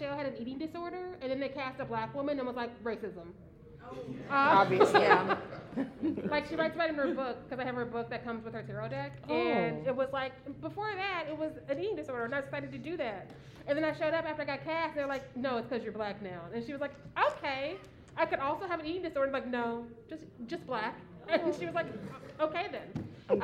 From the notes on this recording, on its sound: Live From NYCC. A LIVE podcast recording at New York City Comic Con 2023.